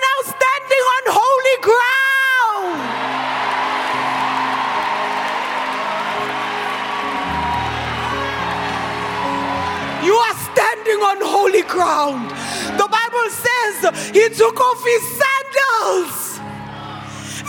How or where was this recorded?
large echoing room